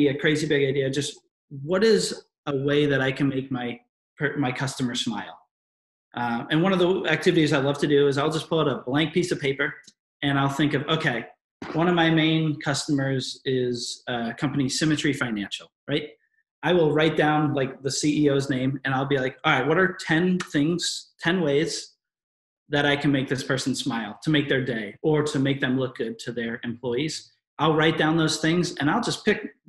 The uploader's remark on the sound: In this webinar recording